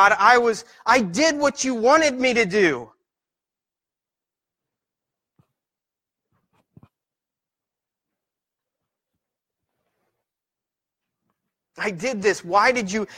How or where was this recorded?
large echoing room